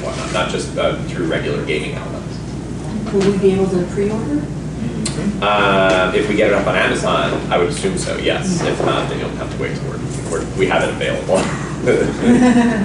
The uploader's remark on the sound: Seminar at NTRPG Con 2-16